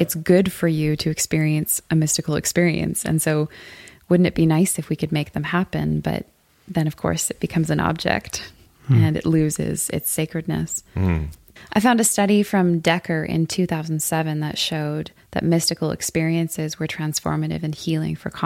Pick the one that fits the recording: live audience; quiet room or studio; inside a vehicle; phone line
quiet room or studio